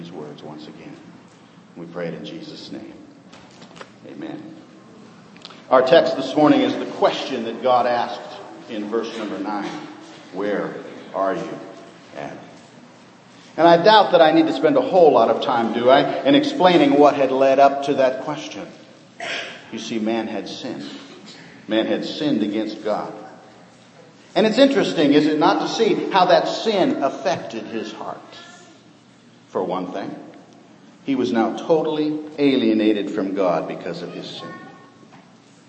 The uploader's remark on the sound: Sermon preached on Old Fashioned Sunday, 2012.